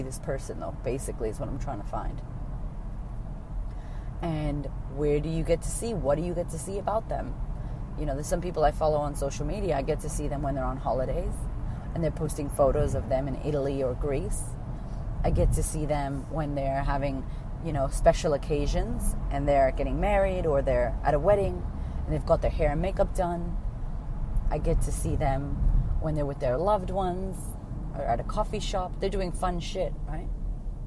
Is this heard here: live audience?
no